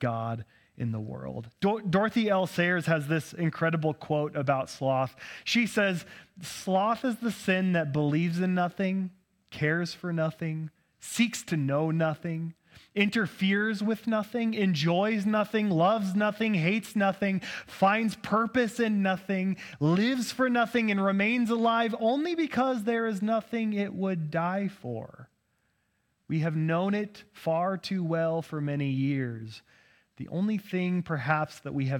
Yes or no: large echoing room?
yes